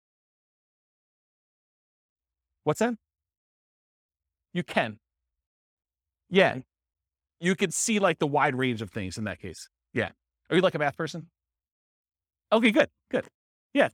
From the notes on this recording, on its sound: This was a live class recorded